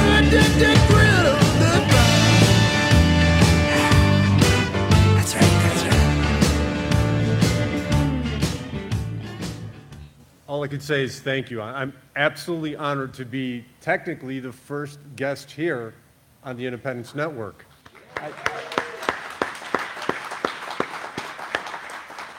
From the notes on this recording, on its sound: Audio from our live show broadcasted before a live audience. At the Independence Network's launch party in Sheridan, Wyoming.